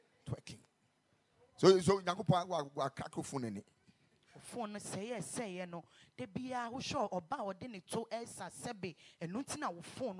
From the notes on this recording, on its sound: Preached at the Ekklesia Campus.